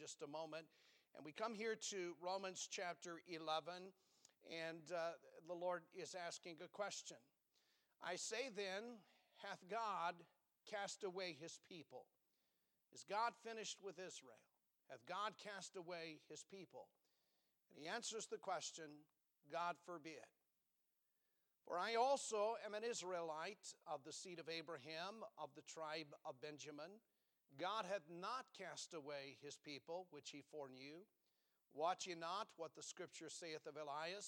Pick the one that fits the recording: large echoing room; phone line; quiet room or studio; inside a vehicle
large echoing room